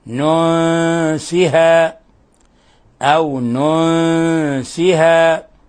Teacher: فأخفينا النون الساكنة عند السين فصارت أو ننسها. نأتي بخير منها، نأتي بخير منها، تنوين كسر · Term: إخفاء حقيقي